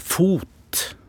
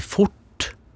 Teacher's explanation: så trekker jeg tunga litt tilbake, så krøller jeg tungespissen opp · Shown in: second take · og så plasserer jeg den bak den der tannlegen.